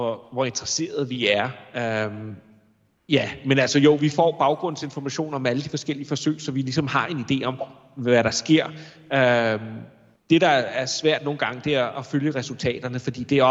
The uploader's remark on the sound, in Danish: RumSnak LIVE, optaget på SDU